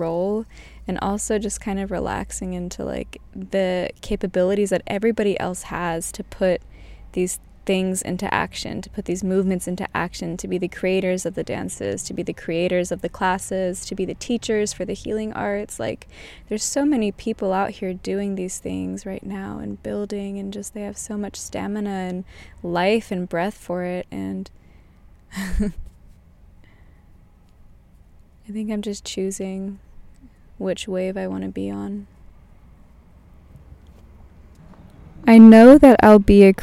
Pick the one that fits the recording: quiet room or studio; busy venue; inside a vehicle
inside a vehicle